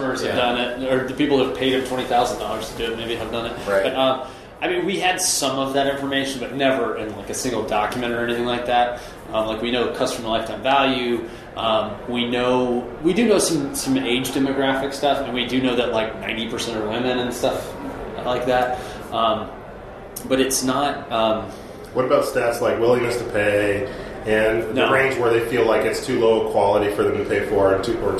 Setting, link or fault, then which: setting, busy venue